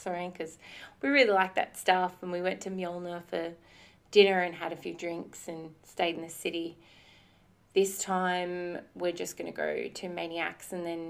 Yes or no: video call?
no